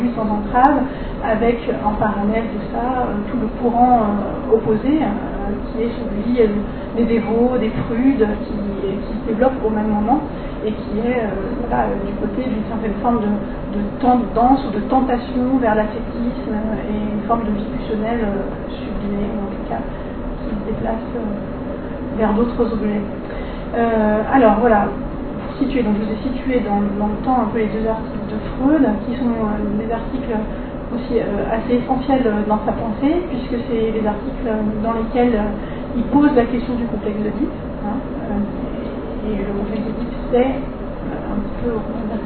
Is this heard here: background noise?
yes